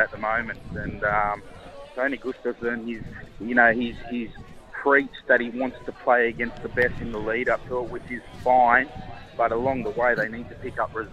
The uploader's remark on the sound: Live from Woy Woy oval at the local Rugby Finals. Some other interviews live on site.